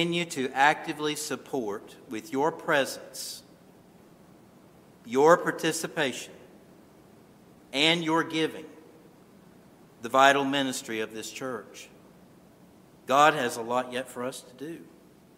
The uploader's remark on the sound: This sermon was originally recorded at Calvary Moravian Church in Winston-Salem, NC